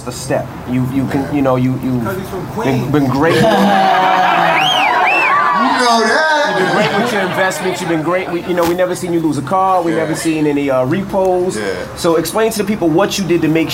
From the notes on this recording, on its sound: SXSW 2017 Panel.